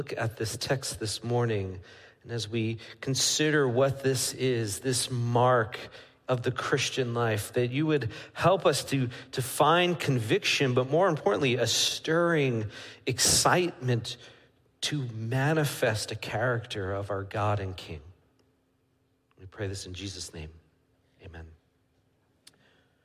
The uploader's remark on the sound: Midland Evangelical Free Church Sermon Audio